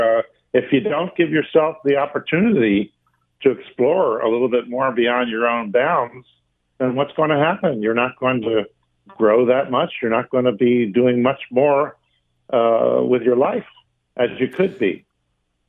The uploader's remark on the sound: opens the phone lines